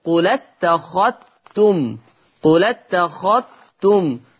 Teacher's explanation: يضغم الذال في التاء · Term: الإضغام